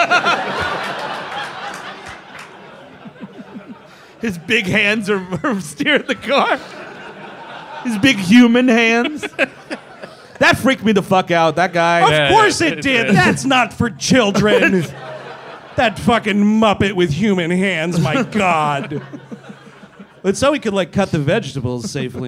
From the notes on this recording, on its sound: Live in Boston. Live from Boston, Massachusetts. Performed live, for one night only.